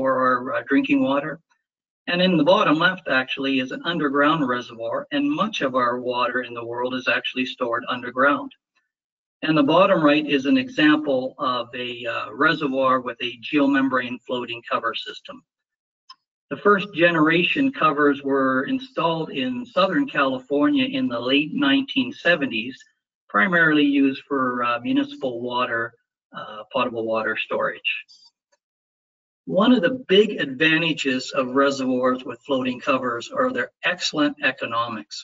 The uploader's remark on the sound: FGI Webinar. This is an audio version of the webinar.